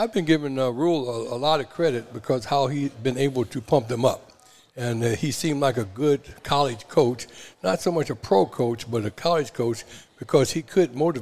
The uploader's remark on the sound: The Run Live at Hurrdat Sports Bar & Grill